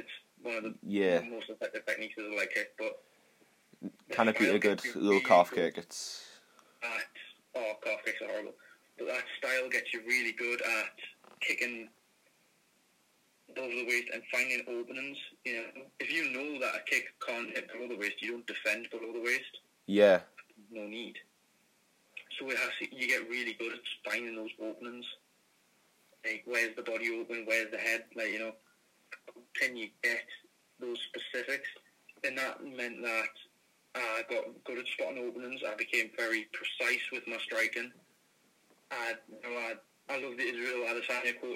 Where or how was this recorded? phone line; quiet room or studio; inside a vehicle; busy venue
phone line